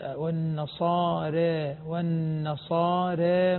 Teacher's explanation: ذات الراء عند ورش مقللة قولا واحدا